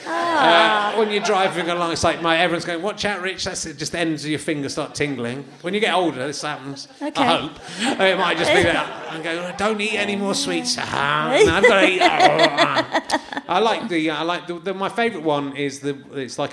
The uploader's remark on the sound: chats to a man in the audience